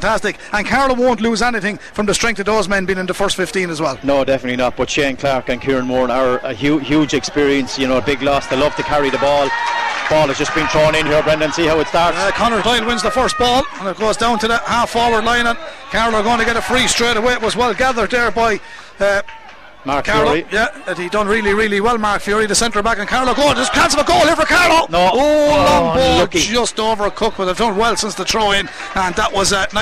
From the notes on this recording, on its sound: We were live from Corrigan Park